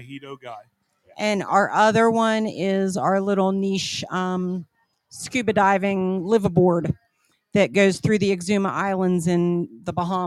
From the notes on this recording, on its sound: The USDPnation is LIVE from the XClub in Canada.